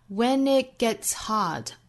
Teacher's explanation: when it 连读 it 尾部的 t 憋掉